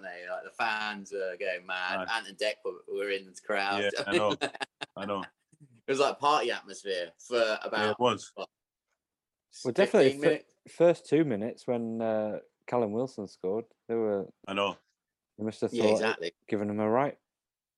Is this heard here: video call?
yes